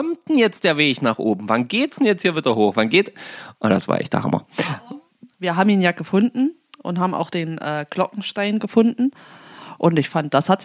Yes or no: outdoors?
no